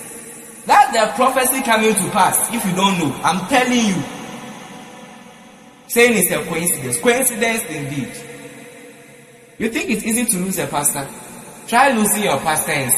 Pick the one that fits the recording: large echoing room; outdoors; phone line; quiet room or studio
large echoing room